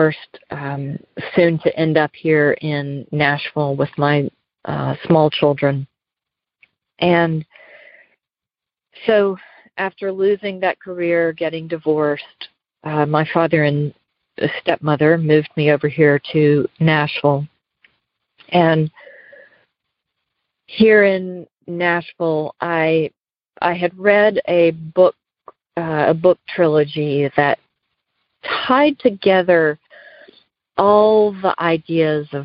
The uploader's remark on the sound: Noon Phone Speaker Meeting